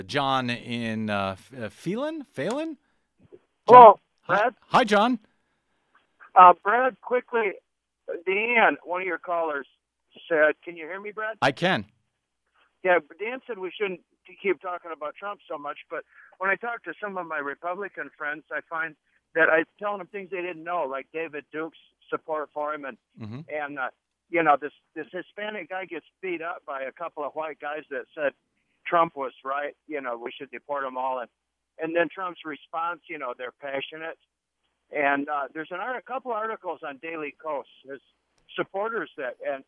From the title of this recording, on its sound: Let's go to the phones